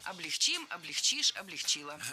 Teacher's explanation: В глаголе «облегчить» и во всех его формах ударение ставим всегда за корнем, а корень оставляем безударным.